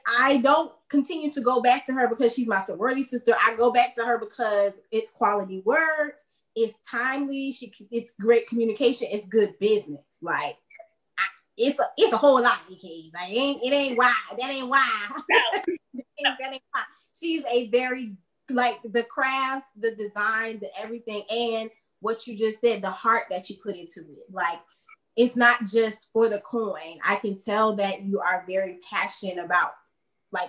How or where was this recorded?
video call